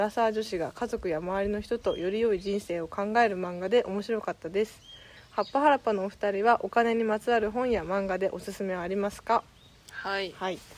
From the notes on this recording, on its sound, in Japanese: 今回はお庭収録です